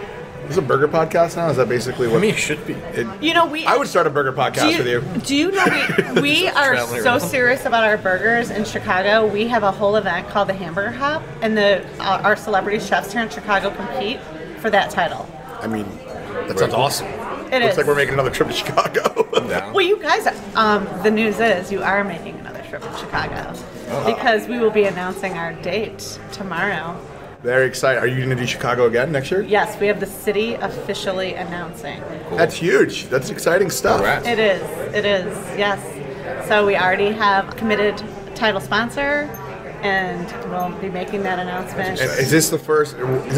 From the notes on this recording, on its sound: Live From EsportsNext. Why having an opportunity to connect in real life in Chicago, was so special.